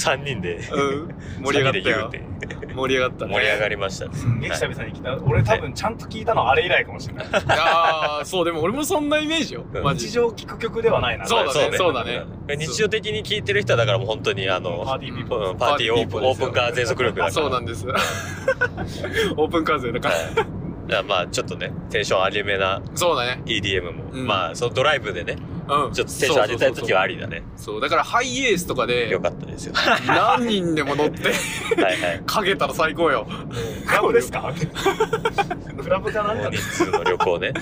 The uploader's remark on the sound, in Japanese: 車内での収録につき、音声が悪めです。今回はホドガヤを飛び出し車内で収録！